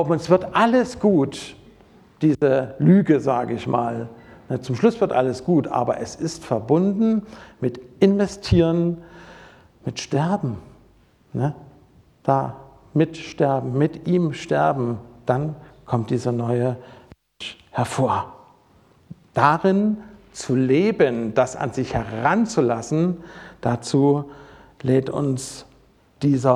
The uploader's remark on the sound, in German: Predigt aus dem Gottesdienst